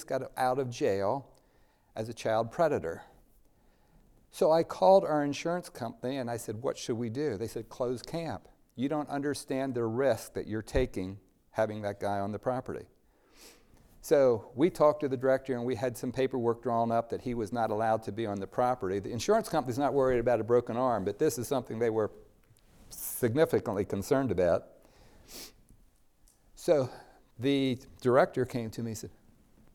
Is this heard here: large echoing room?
yes